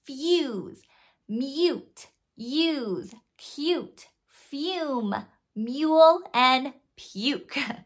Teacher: when it's long vowel U that sounds like U, that's actually a diphthong